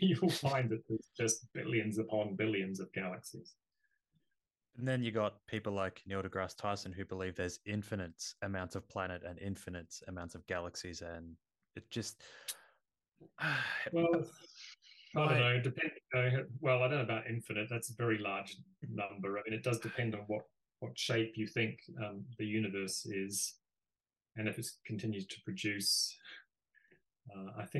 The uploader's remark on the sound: This podcast was recorded on Zoom.